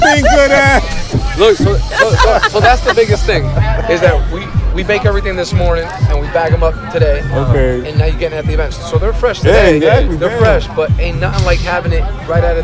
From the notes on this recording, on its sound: We broadcast live from the NJ Foodie Festival, in Union, New Jersey. We get exclusive interviews with the other vendors.